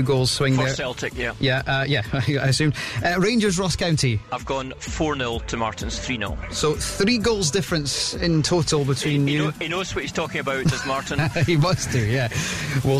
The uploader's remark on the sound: Friday night football under the floodlights. Live at Pittodrie ahead of kick-off.